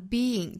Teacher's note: more more,有一个卷舌音。 I'd spend more time being,那我们注意 being 这个词它是有两个音节，也就是 be 和后面的 ing 的 in 中间会加一个小小的 y 的辅音来连贯这两个元音